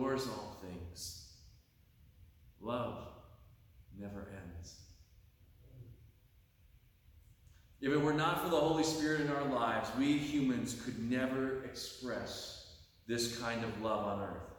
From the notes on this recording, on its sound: delivered on Sunday, October 29, 2023 at Pottersville Reformed Church